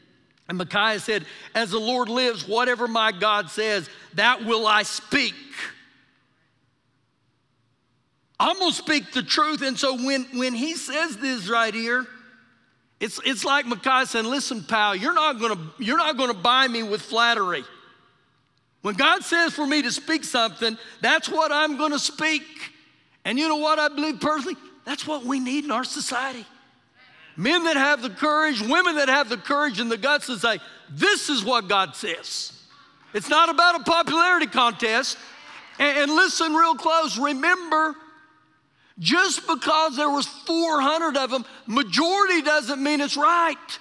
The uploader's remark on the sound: Recorded live during our Wednesday night service